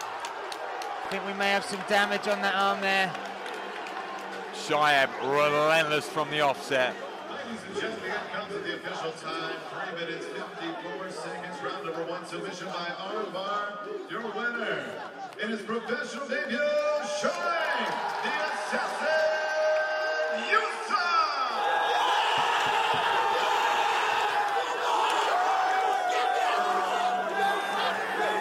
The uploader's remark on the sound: live reaction from cageside at the SSE Hydro